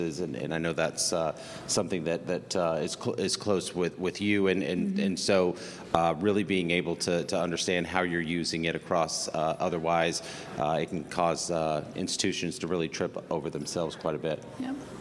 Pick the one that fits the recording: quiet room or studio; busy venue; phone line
busy venue